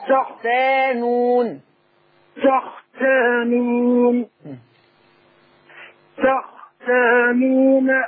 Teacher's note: رقق التاء وفخم الخاء